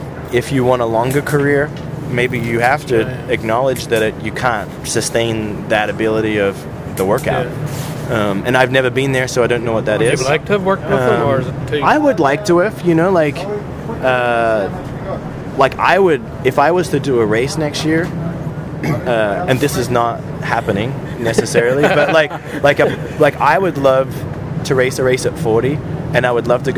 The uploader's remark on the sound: At the Paris supercross. There is some background noise.